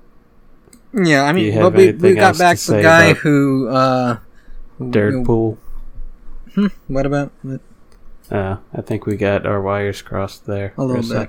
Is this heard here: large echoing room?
no